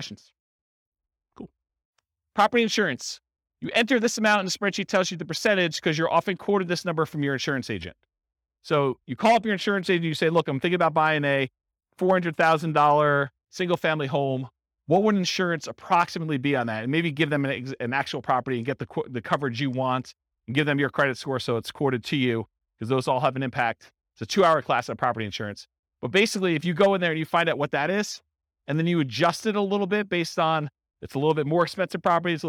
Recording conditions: live audience